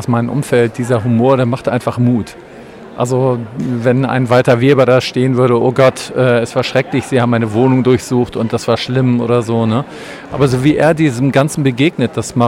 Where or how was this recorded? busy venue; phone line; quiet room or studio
busy venue